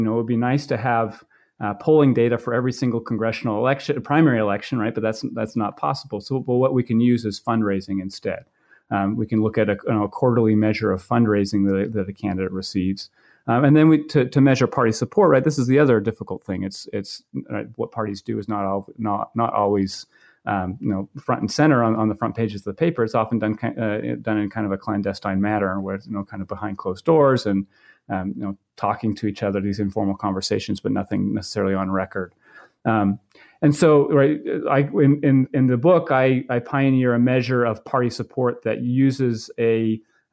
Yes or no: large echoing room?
no